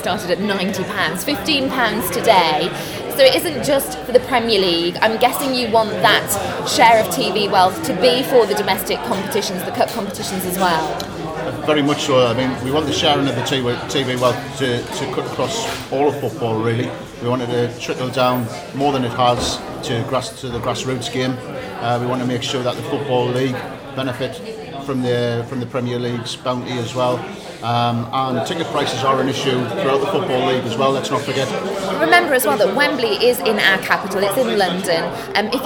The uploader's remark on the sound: Recorded at Wembley Stadium ahead of the Women's FA Cup Final on Saturday 1st August. Our panel of fans.